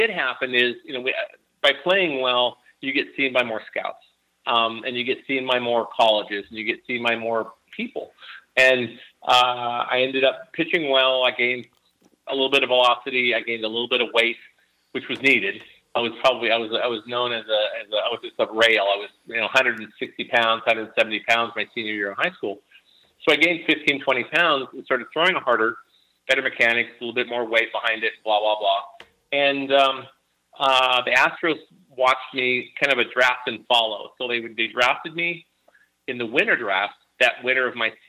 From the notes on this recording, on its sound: calls into the show from Yakima, WA